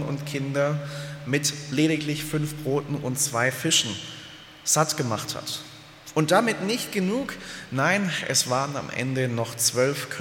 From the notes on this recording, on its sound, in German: aus dem Gottesdienst der Liebenzeller Mission